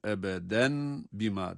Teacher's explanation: Ebeden bima, burada iklab var, tenvin, tenvinin sonundaki nun mim harfine dönüşüyor